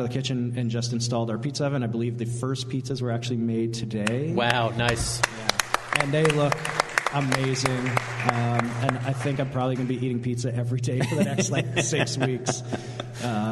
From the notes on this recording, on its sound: The Sour Hour continues its broadcast live from The Rare Barrel!